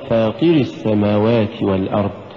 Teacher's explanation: الله جل وعلا واحد أحد وليس بجمع، والذي أدى إلى وجود الجمع في هذه الكلمة هو أنه دفع فيما لا يدفع، فقد دفع بحرف الطاء دفعة أدت إلى إيجاد ياء، فتقرأ فاطر السماوات ولا تقرأ فاطر السماوات.